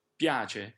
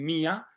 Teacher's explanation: La prima è una I che è quasi una consonante. Piace è brevissima, una I brevissima, e invece in mia la I è accentata